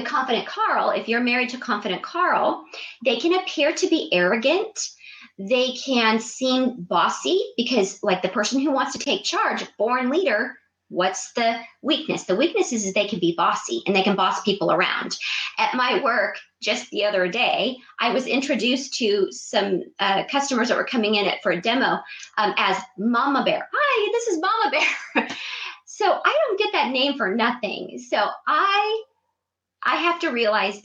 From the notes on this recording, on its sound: This episode is the live Blab feed from my live Blab broadcast.